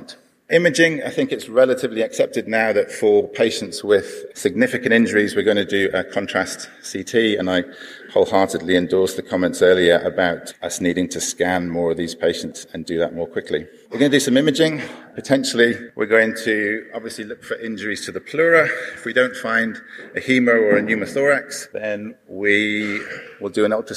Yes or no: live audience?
yes